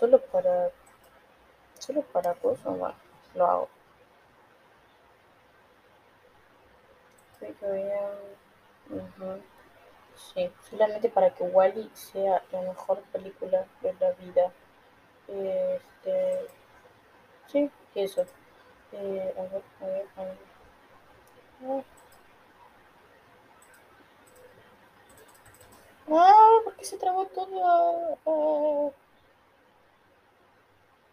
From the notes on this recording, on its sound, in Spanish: el audio se escucha para el orto